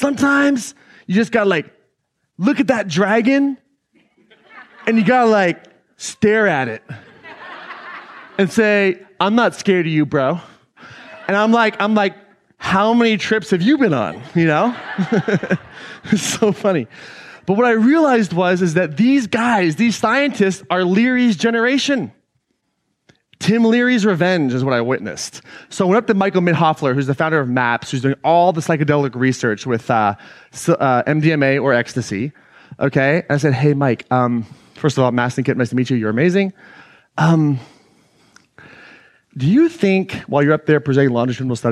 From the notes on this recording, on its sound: an excerpt taken from Claim Your Power Live 2019